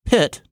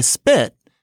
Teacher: If I say spit, then even though I'm talking about spit, it's actually a different kind of p. I'm more likely to get my hand a little wet if I say pit and put my hand in front of my mouth than if I say spit. Really, it's a difference between p and p.